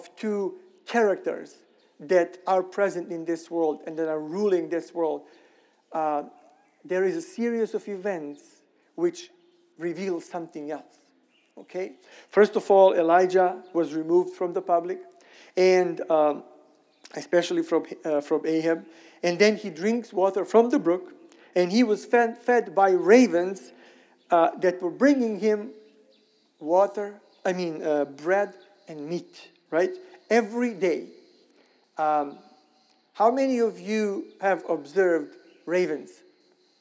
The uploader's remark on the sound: Sermon recorded at Middle East University church.